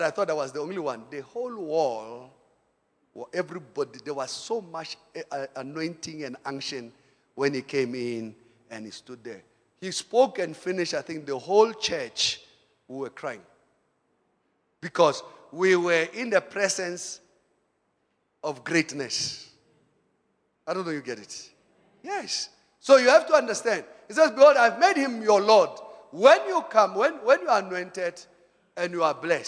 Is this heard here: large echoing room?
yes